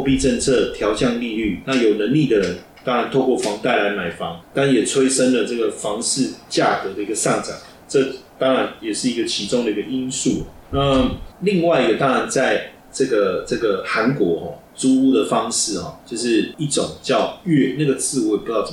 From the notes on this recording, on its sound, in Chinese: 本集錄製設備故障聲音品質不佳再請見諒。